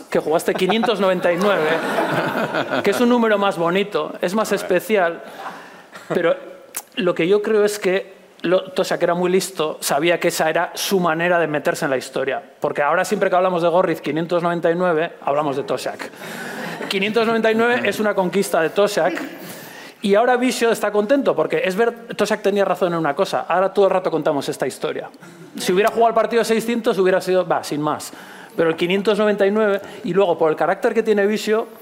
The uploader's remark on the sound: Live from Reale Arena